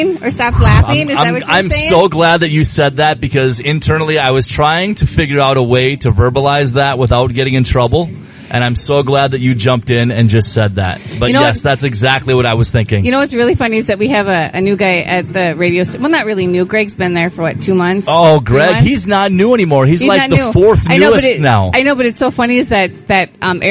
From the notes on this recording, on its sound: Live Show From The Crow Wing County Fair.